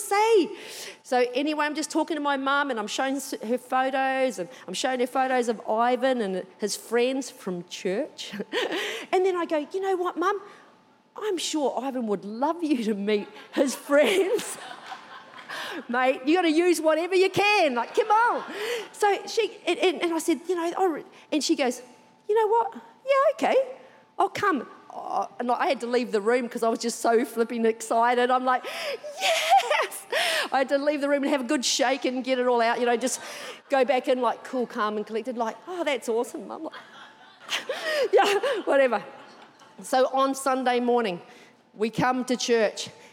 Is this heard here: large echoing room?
yes